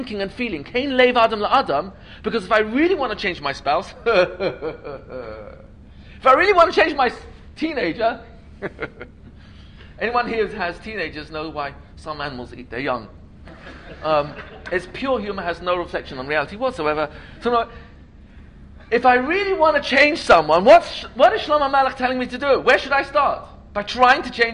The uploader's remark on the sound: This lecture was given as part of the Yeshiva Torat Shraga Yom Iyun. The event was held at Yavneh Academy in NJ.